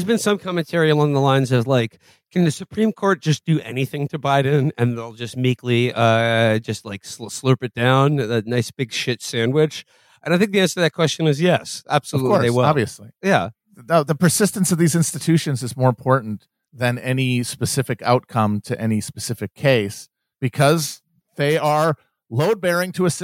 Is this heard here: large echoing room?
no